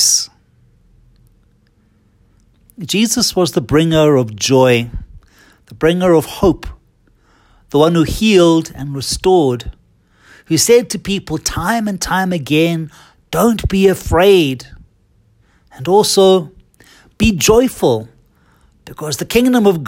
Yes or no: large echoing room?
yes